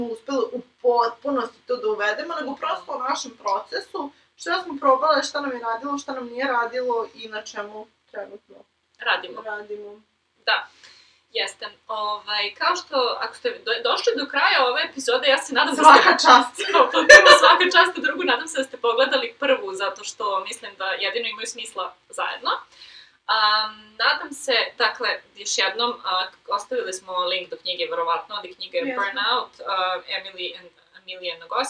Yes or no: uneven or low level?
yes